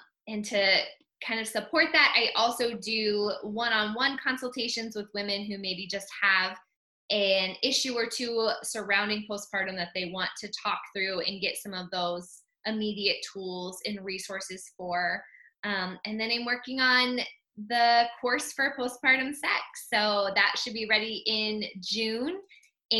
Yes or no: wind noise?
no